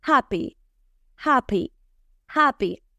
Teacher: Más fuerza a la P. Labio con labio, explosión.